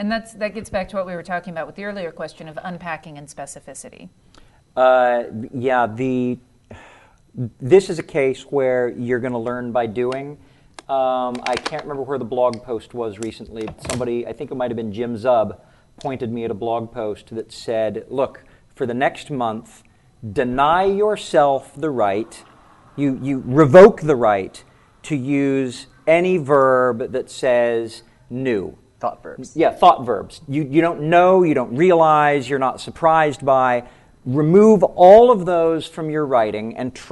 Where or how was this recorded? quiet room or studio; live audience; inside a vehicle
live audience